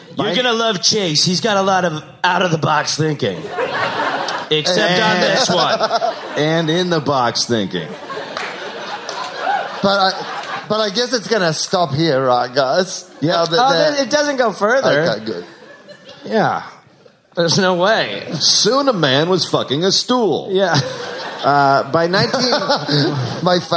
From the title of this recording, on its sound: Live in SF